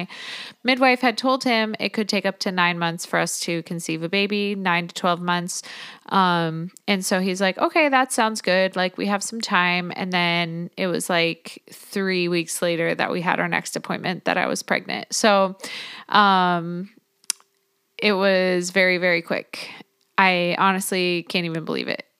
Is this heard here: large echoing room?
no